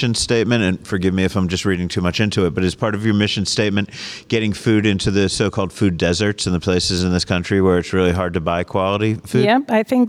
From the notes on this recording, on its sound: Recorded this episode at the Fancy Foods Show, and talked to a few of the people hoping to find buyers for their products.